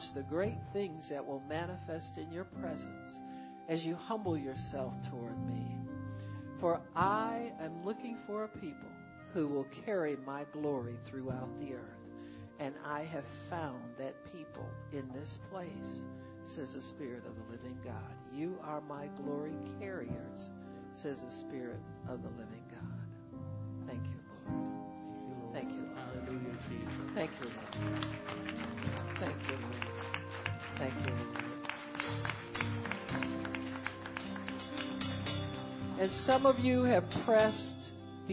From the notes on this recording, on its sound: Prophecy given August 14, 2016 at the POWER AND GLORY OF GOD CONFERENCE